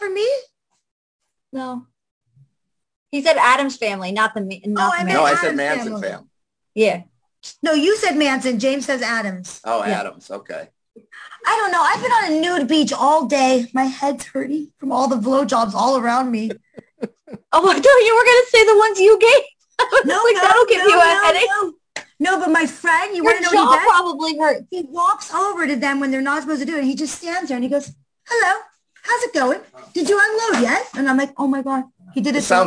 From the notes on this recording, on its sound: our 11/28/2021 Zoom Show